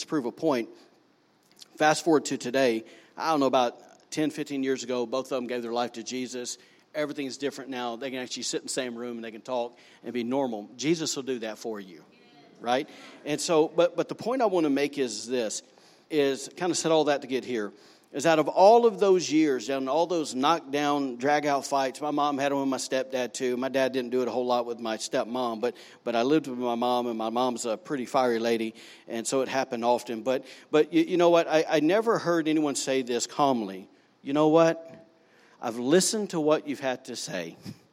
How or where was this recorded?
large echoing room